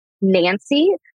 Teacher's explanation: But another one is if you say Nancy, the tip of your tongue will land, if you're saying it correctly, if you don't have a speech problem, N, the N sound will end, it will stop right behind your two front teeth on the gums. That's what we call the spot.